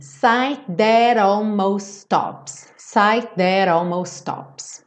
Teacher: eu tiro o T final do almost e junto os S's